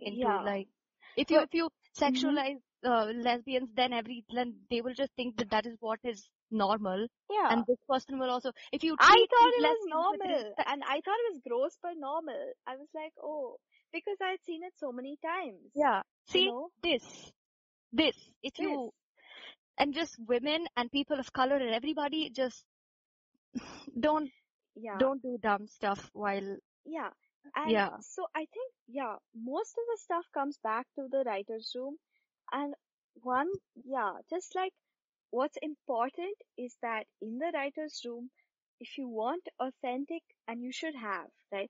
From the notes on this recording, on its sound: Sorry if the audio is a little patchy guys, we're working on it.